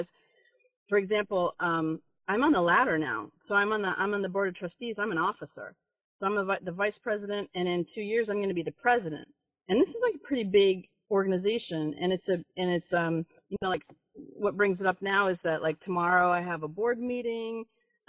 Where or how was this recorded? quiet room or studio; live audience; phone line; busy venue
phone line